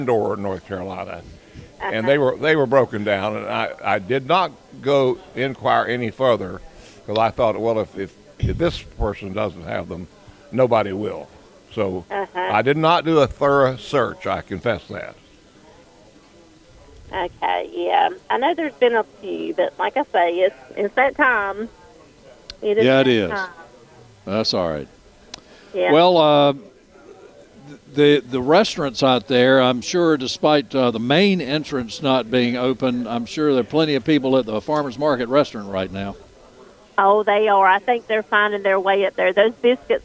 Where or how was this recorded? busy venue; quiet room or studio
busy venue